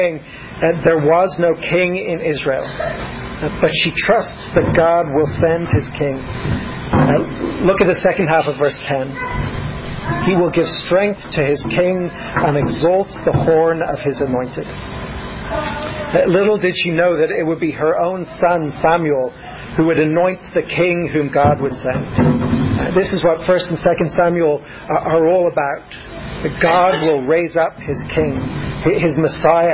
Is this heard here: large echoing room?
yes